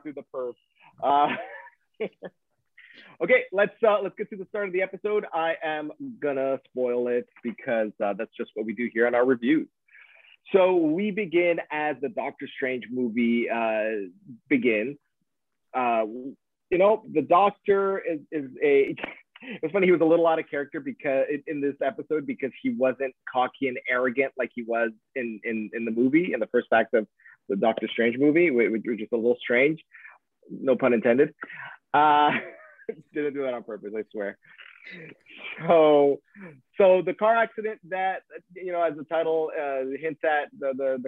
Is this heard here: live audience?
no